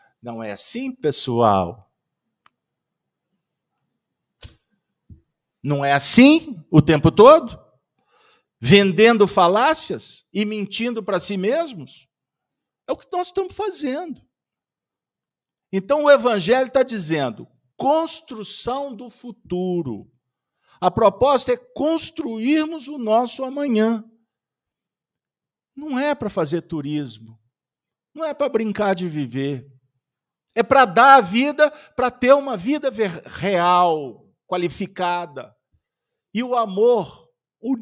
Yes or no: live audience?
yes